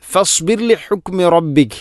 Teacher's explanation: ഫസ്ബിർ റായിനെ തർഖീഖ് നേർപ്പിക്കുകയാണ് വേണ്ടത്